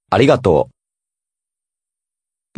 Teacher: when the U follows an O sound, the U is usually silent and instead stretches or prolongs the O, making a long O sound